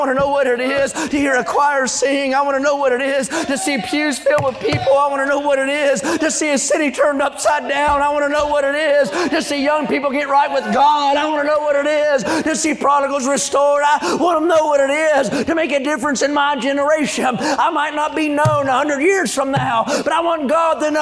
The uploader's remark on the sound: during the Tuesday Morning service of the 40th Annual National Youth Conference in Santa Clara, California.